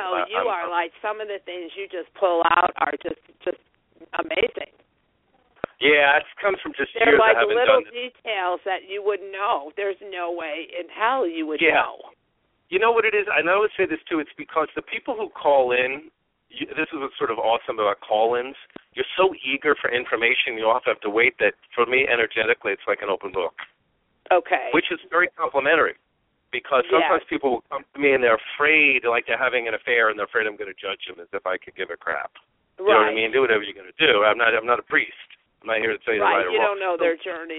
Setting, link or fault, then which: link, phone line